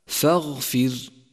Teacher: رققت الراء في كلمة فاغفر فاغفر لأنها سكنت وقبلها كسر أصلي